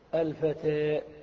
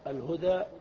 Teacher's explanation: الإمالة في اللغة الميل والانحراف، وفي اصطلاح أهل اللغة هو أن تذهب بالفتحة إلى الكسرة، وأن تذهب بالألف إلى الياء، يعني أن تنطق الألف نطقا متوسطا بين الألف وبين الياء · Shown in: first take · Term: الألف الممالة